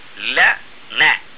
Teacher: مخرج النون قريب للشفتين عن مخرج اللام، فهو تحت مخرج اللام